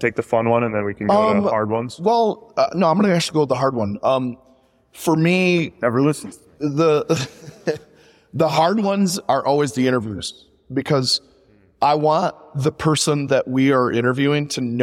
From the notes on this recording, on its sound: PlanetGeo LIVE at Grand Valley State University.